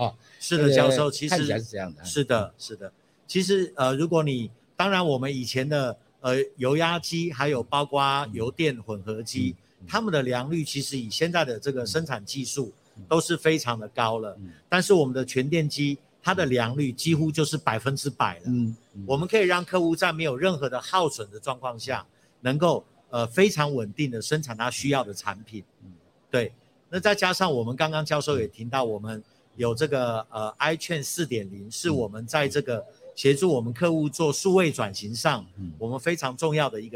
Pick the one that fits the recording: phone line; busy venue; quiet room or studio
busy venue